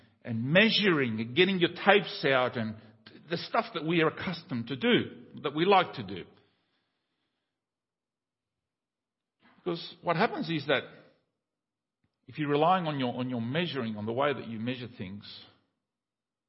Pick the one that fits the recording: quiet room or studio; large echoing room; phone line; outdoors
large echoing room